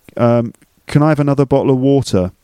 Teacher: There are traces of a London accent in when I speak. For example, I drop my T's sometimes.